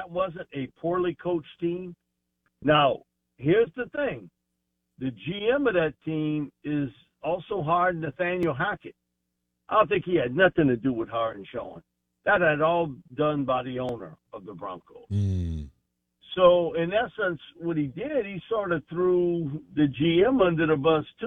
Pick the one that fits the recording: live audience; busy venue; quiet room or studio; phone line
phone line